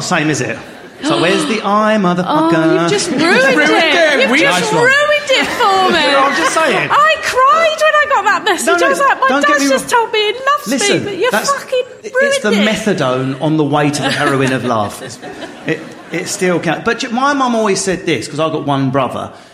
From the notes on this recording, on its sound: In front of a live studio audience at Carat in Manchester.